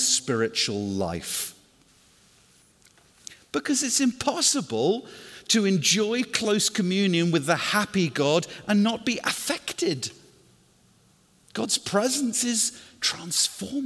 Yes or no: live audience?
yes